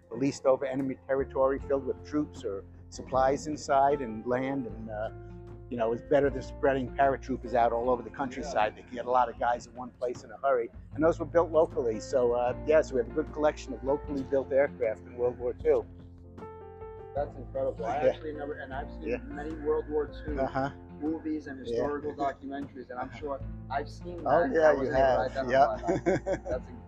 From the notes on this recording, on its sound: a one-of-a-kind live tour of the prestigious Cradle of Aviation Museum in Long Island, NY